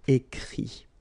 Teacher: even if you've got this final t, you don't pronounce it, so it goes like écrit, okay.